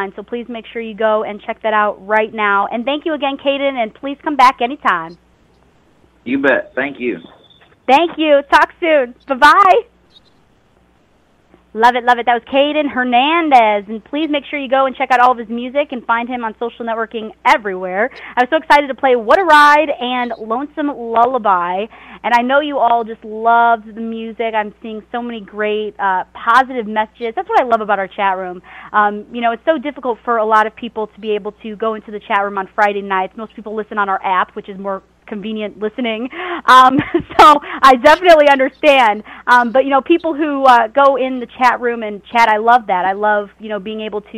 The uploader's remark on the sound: Special Call In Guest joined us